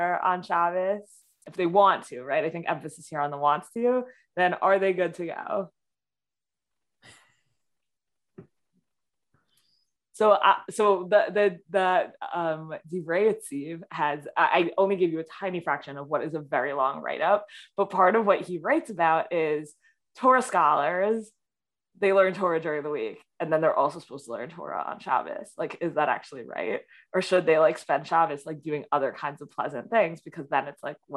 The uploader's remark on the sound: This audio was originally captured from Zoom.